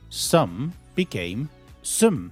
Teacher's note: Again, the vowel sound became the neutral sound a.